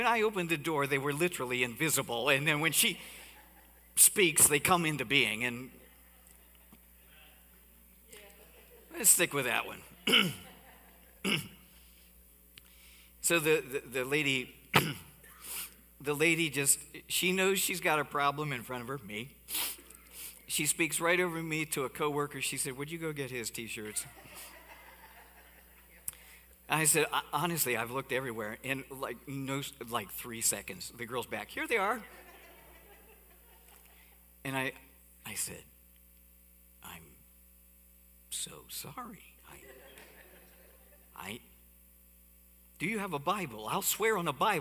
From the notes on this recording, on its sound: Cornerstone Fellowship Sunday morning service, streamed live from Wormleysburg, PA.